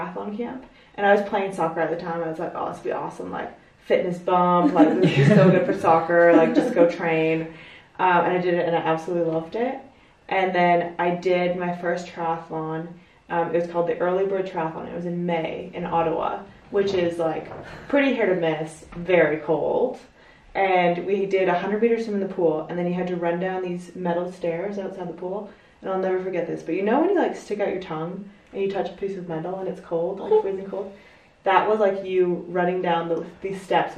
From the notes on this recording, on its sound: I apologise for the bad audio quality, I'm still a beginner and forgot to turn the microphone on.